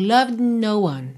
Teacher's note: E olha, loved, eu tenho D, língua no céu da boca. N, língua no céu da boca, eu já saio do mesmo local. Então, loved no one, tá?